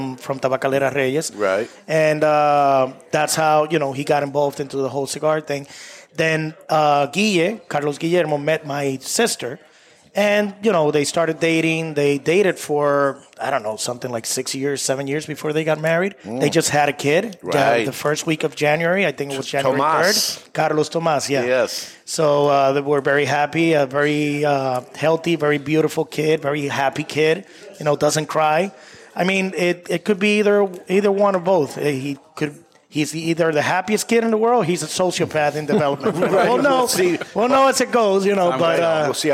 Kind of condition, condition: setting, live audience